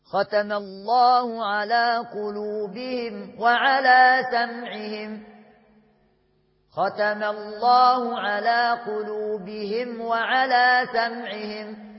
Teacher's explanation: ما تركنش على الميم، سيب الميم الساكنة لوحدها والواو لوحدها، خليها مستريحة خالص، وده إظهار يعني كل حاجة تطلع لوحدها تبان لوحدها. · Term: إظهار شفوي